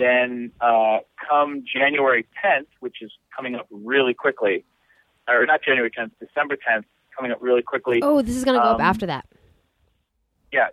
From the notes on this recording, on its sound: Calls in to break down flirting do's and don'ts. It's our first phone interview!!!